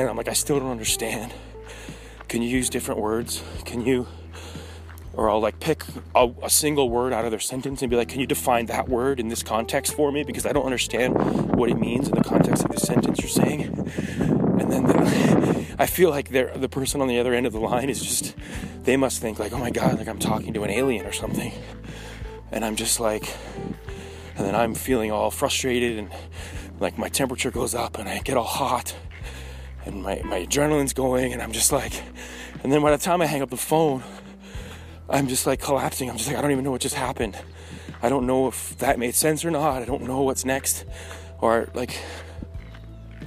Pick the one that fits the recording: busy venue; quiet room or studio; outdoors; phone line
outdoors